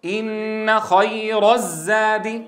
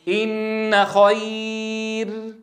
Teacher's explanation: الراء أتت في نهاية الكلمة، ربما كانت مفتوحة، لو وصلت لفخمتها، لكن عند الوقف حترققها